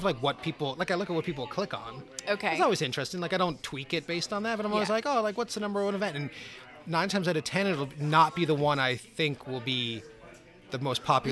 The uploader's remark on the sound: live broadcast from Adventurers Guild in DTK